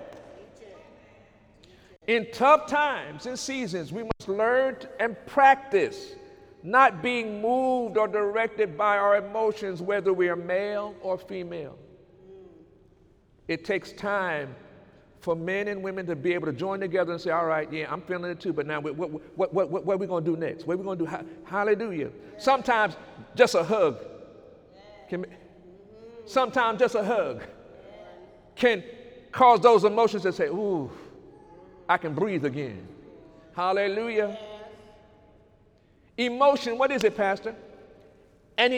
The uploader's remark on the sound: During Sunday morning service.